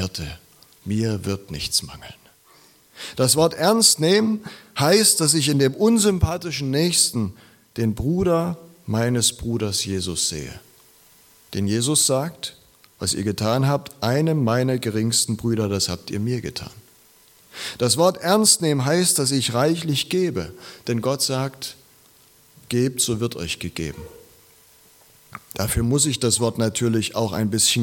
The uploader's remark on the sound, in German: Predigt aus der LKG Rostock.